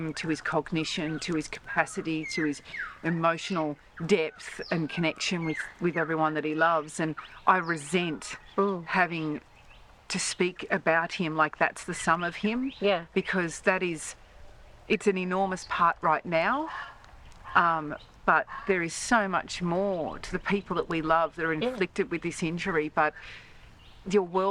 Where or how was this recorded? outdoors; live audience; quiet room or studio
outdoors